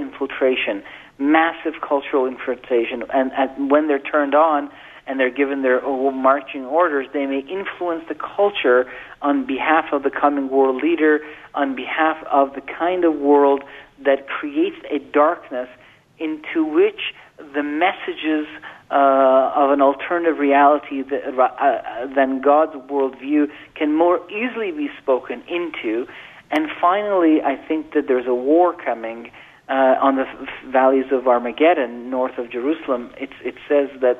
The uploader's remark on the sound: Open Phones